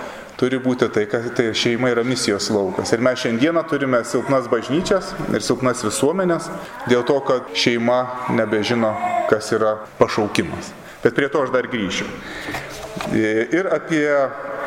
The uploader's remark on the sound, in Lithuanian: Įrašas iš Šeimų festivalio.